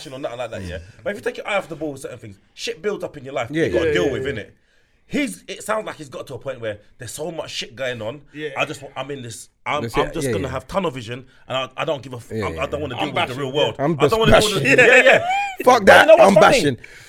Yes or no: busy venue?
no